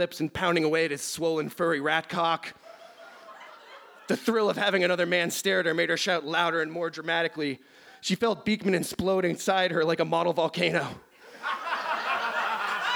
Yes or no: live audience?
yes